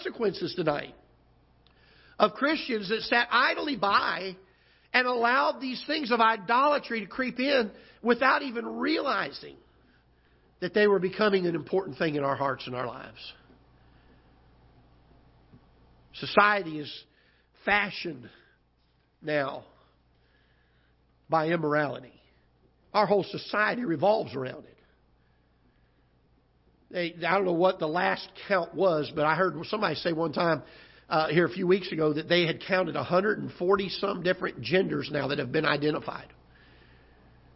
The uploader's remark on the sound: Ketha Heights Baptist Church ~ Live Broadcast